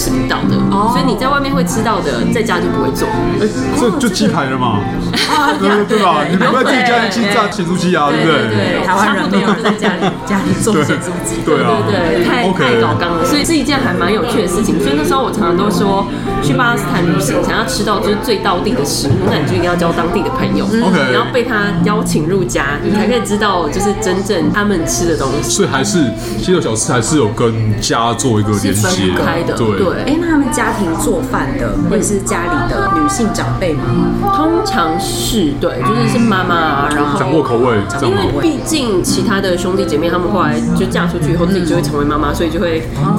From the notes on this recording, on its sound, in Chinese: 本集白噪音指數：北風級 4/5。在台北深冬的晚間，一間提供東地中海料理的、背景音樂放得震天響的餐廳內。錄音地點： V&O Bar Kitchen。